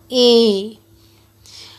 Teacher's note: El grafema E no se encuentra dentro del género de las vocales fuertes y produce el sonido de una vocal anterior media